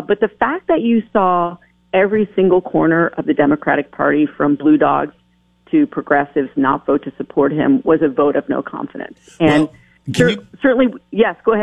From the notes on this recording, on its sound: calls in from Washington